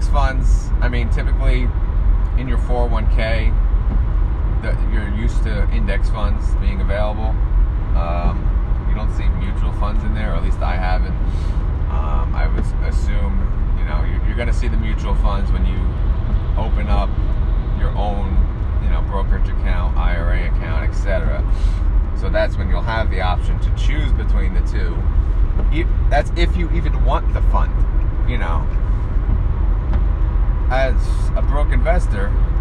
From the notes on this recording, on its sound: Kind of loud background noise.